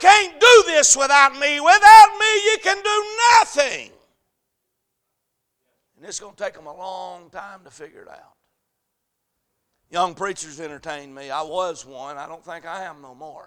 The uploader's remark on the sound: A message series preached at Crossroads Baptist Church. On Wednesday night.